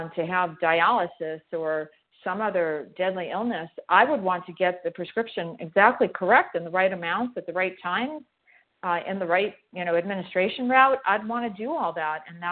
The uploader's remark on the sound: from the 100 Pounders Phone Meeting